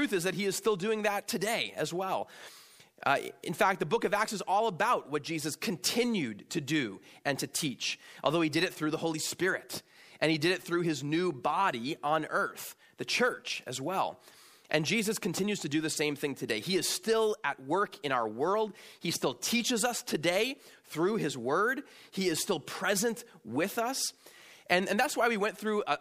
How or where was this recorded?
large echoing room